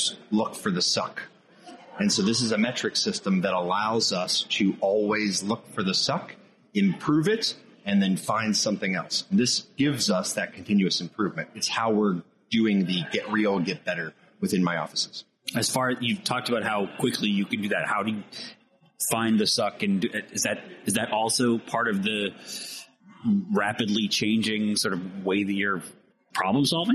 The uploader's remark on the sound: discussed with us at AFCEA West